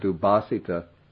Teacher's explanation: Dur, when you becomes a prefix, the R gets assimilated. It turns into the consonant to which it's joined.